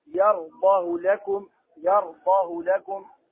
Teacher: فإن حفصا ضمها بدون صلة